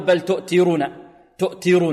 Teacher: بل تؤثرون، الثاء هنا مثلثة، الثاء تخرج من طرف اللسان مع طرف ماذا؟ الثنى العليا